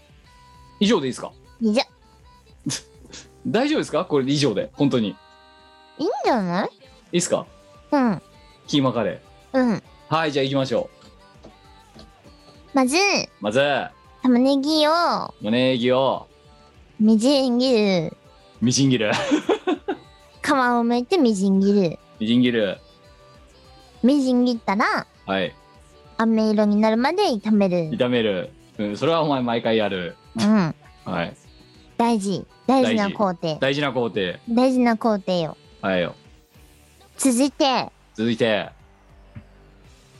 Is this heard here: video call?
yes